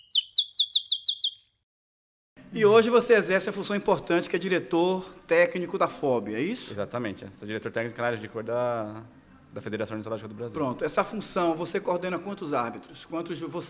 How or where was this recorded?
busy venue